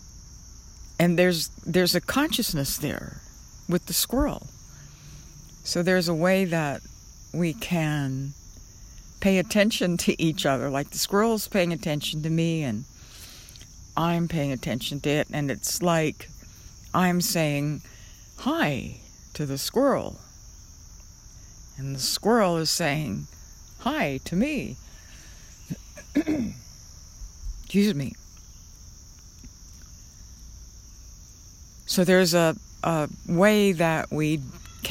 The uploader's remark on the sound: When I first went outside and sat down in the yard to do this podcast, a small bird flew into the Trees on my left side and started chirping. Every time I turned my head to look for the little bird, it stopped chirping!